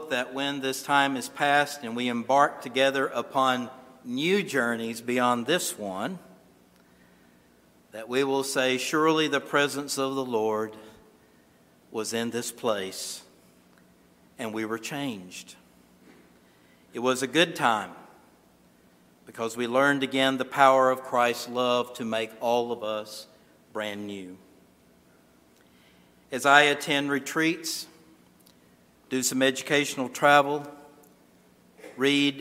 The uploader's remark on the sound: This sermon was originally recorded at Calvary Moravian Church in Winston-Salem, NC